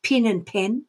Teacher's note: That's the biggest difference. You know, in Texas, it's pin and pen are actually the same words.